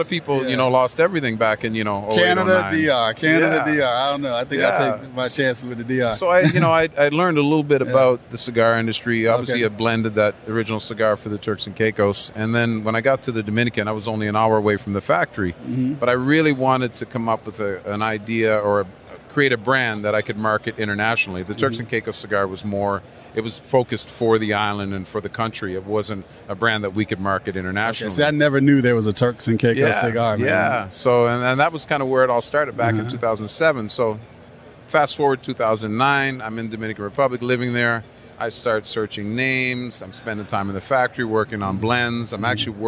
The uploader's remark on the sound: at Tobacco Plus Expo 2021 in Las Vegas